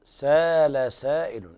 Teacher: حتى الهمزة تبدل ألفا فتمد بمقدار حركتين، سال سائل، يعني لا تقول سال سائل بهذه الطريقة تحذف الألف.